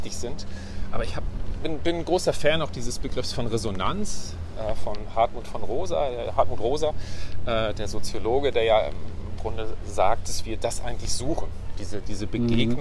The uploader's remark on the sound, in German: Auf einen Spaziergang